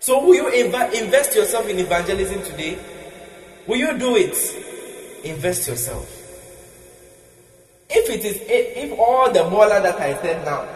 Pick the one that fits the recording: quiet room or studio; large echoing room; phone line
large echoing room